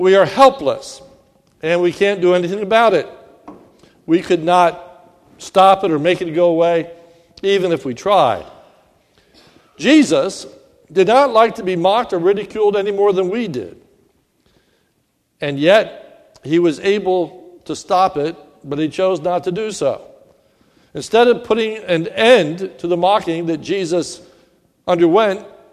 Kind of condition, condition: setting, large echoing room